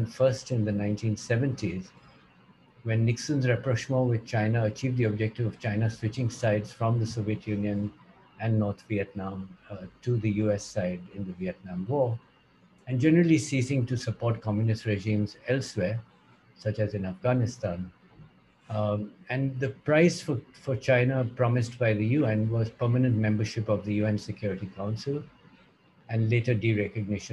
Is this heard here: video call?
yes